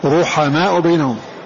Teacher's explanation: لأن الكسر الذي قبلها غير متصل بها، فلهذا لا ترقق هذا الراء على مذهب ورش · Term: تفخم الراء